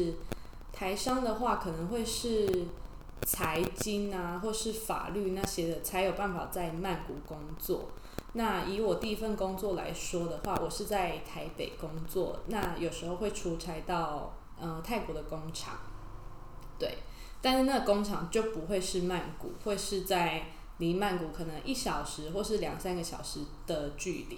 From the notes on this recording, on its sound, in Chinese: 這集因為錄音器材的關係有些雜訊還請各位聽眾多包涵